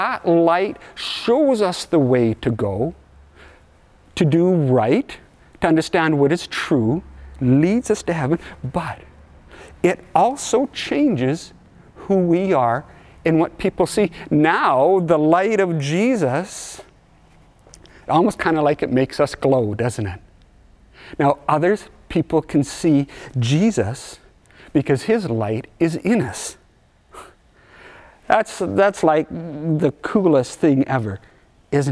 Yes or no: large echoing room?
yes